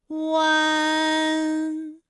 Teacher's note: 软腭下降，逐渐将鼻音色彩增强，舌尖迅速移到上齿龈部